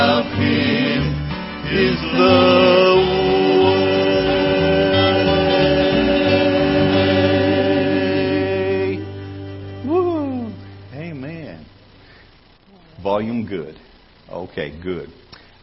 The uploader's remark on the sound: Ketha Heights Baptist Church ~ Live Broadcast